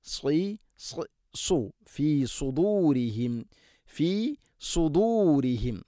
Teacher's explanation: കൃത്യമായിട്ട് നാവിൻ്റെ മധ്യഭാഗം അണ്ണാക്കിലേക്ക് ഉയർത്തി ഇസ്തിഇല നൽകിക്കൊണ്ട് ഉച്ചരിക്കണം, സ്വരഭാരത്തിൽ ഉച്ചരിക്കണം.